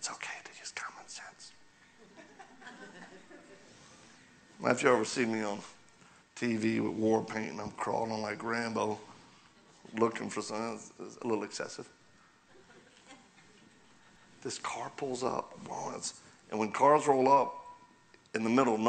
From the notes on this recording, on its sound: continues his talk at Calvary Chapel Joplin